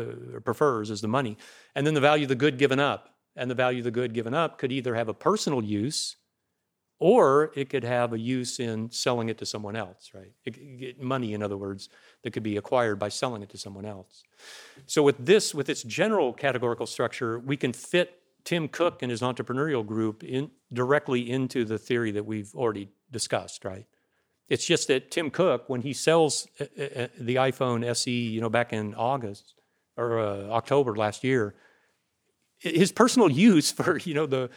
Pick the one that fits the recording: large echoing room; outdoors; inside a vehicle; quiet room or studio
large echoing room